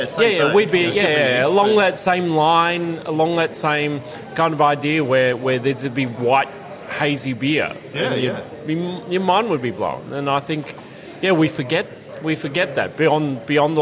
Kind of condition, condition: setting, busy venue